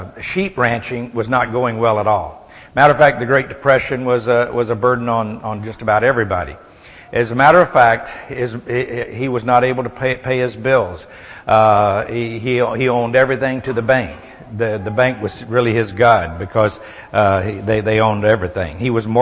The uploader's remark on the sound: Recorded at the Solomon School of Grace Fellowship Int'l in Pigeon Forge, TN